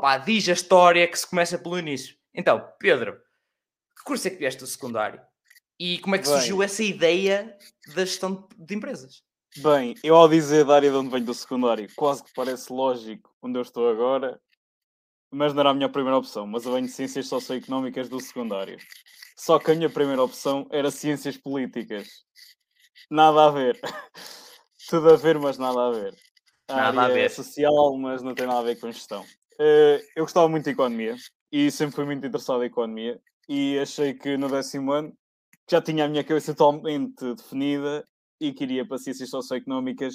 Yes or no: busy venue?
no